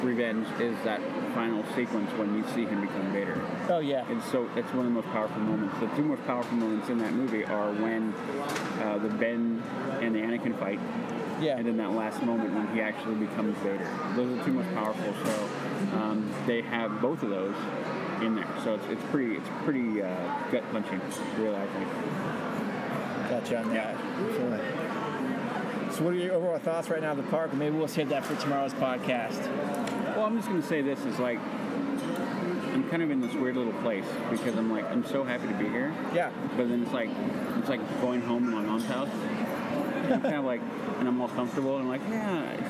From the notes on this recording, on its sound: Live from Disneyland! In this episode, the LTP crew broadcasts live from Disneyland Park! This is a collection of various discussions that we have in different locations within the park. We first start off in Pizza Port, discussing the events of the morning...then we go to a spot in Frontierland and interview a special guest/listener. Broadcast from Fantasyland...finally, we record a little segment en route home.